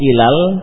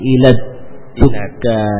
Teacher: Huruf dal juga termasuk yang, ya, mengalami idgham lamnya ke dal. · Shown in: second take · Jadi bukan ilal, tapi ilad du ka ini.